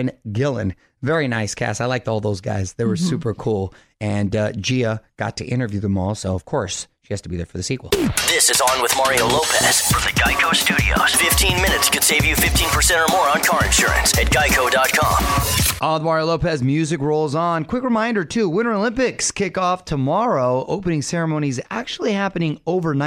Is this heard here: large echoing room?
no